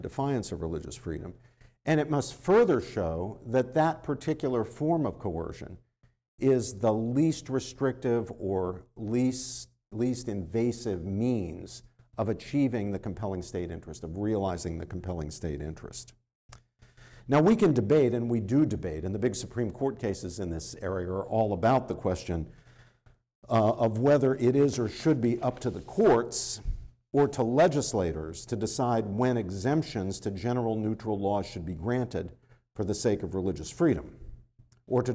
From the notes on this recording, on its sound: This lecture was given on September 28th, 2023, at Georgetown University.